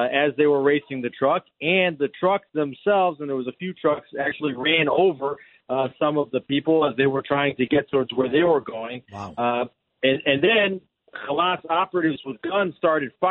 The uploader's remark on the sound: calls in from Jerusalem